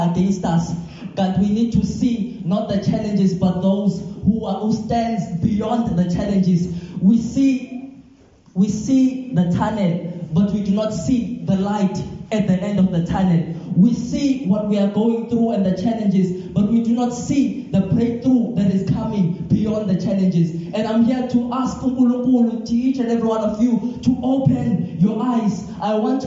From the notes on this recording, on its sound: This Sermon was recorded live at Montclair SDA.